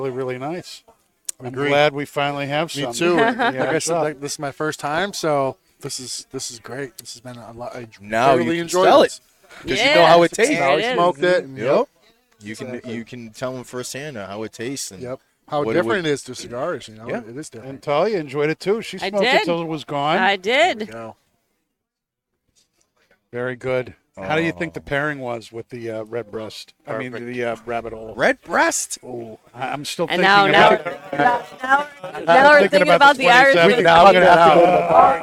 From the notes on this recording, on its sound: Recorded live from the 7-20-4 Lounge!